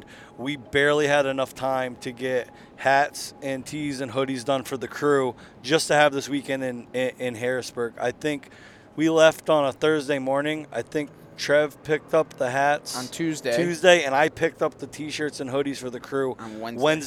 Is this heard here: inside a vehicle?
yes